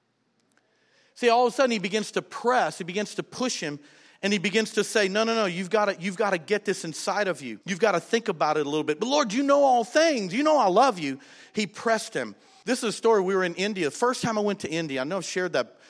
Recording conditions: large echoing room